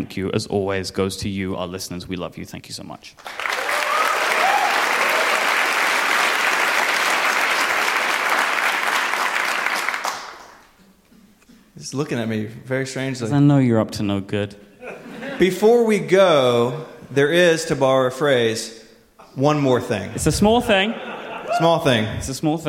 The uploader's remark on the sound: Live from WWDC 2018. In this very special live episode.